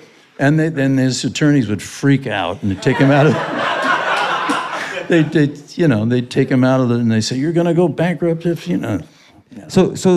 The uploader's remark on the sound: I did this interview LIVE in New York.